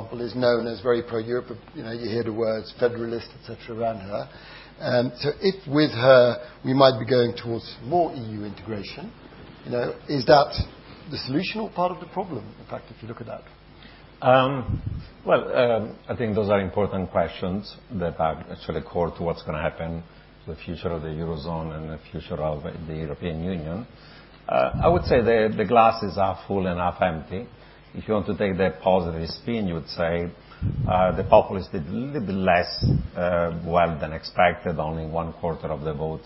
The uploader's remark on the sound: This episode features a live recording. In conversation with a panel of experts.